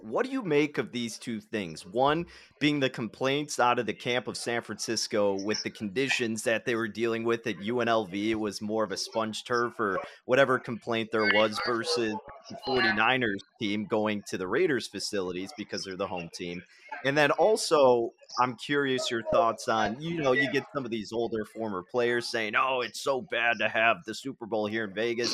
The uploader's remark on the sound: live from Radio Row in Las Vegas